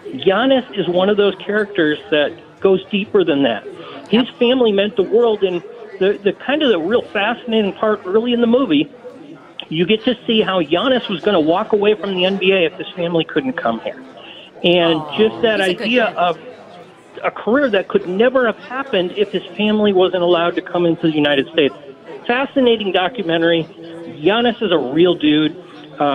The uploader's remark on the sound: Live from the Knights of Columbus at St. Joseph's Pezold Banquet Center in Cottleville.